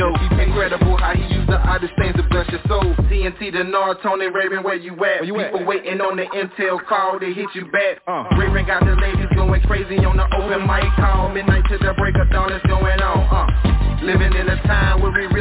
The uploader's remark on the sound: TNTSuperfantastic Conference Call